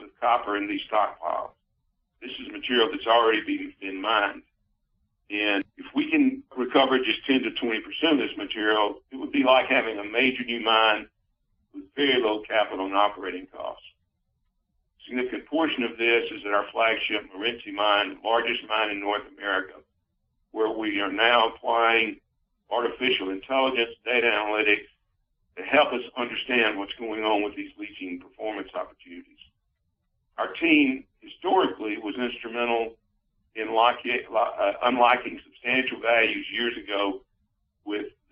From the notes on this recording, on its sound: Freeport-McMoRan’s second-quarter conference call.